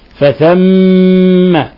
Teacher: في عندنا ميم مشددة فثم الحكم التجويدي حرف غنة مشدد نضغط على الميم نعطيها غنة مقدارها حركتين فثم والجيم نقلقلها لأنها مقلقلة ساكنة لأنها ساكنة تقلقل وهي من حروف قطب جد.